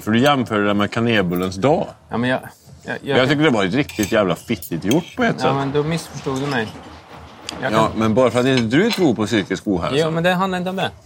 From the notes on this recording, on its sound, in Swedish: Specialavsnitt på Olssons Bazar. Med pizza & några bärs. Vi ber om ursäkt för ljudet men det är svårt att kontrollera allt som händer runt omkring oss i en restaurangmiljö.